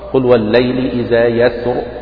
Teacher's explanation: يسر هنا مفخمة لأن ساكنة قبلها ساكن قبله فتح فتفخم